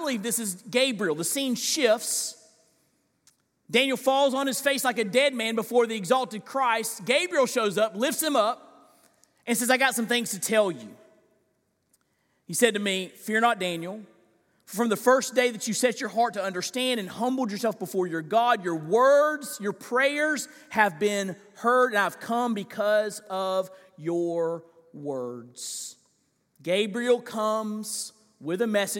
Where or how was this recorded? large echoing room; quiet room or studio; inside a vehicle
large echoing room